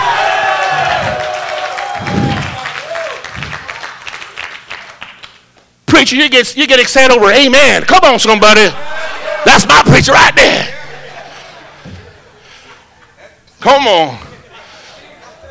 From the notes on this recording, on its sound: This is the sixth sermon preached at our Harvest Time Conference.